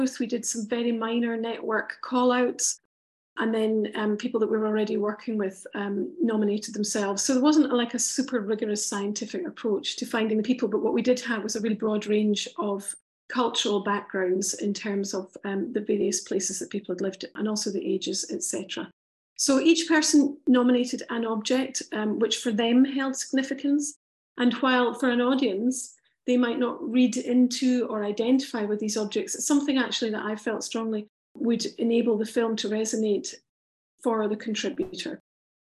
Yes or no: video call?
yes